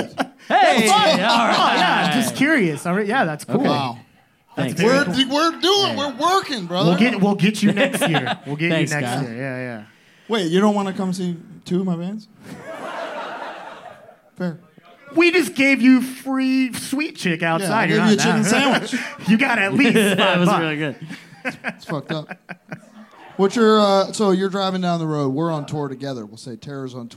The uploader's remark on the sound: Live at Brain Dead. In the first ever LIVE HardLore in the USA. This 2 hour live special from BRAIN DEAD STUDIOS in Hollywood, California. Everybody in attendance for showing up.